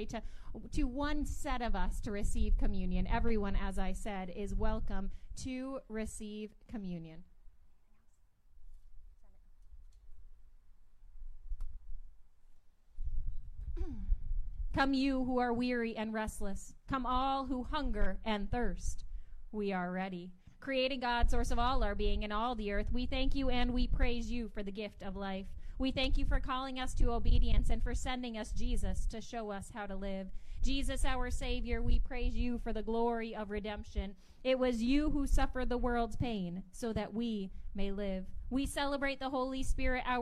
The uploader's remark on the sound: Audio from August 7 outdoor worship